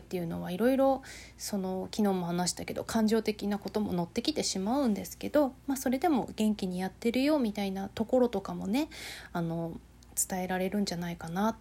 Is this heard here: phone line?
no